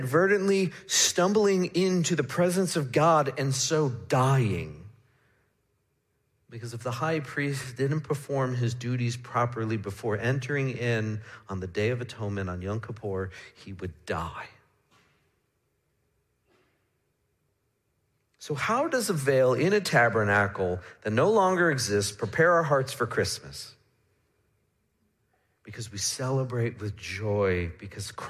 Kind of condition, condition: setting, large echoing room